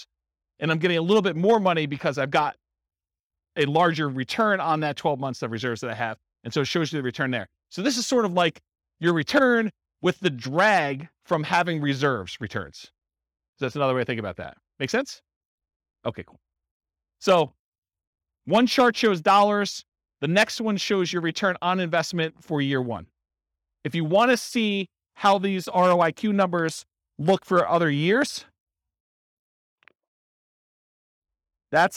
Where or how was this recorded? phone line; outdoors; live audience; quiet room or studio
live audience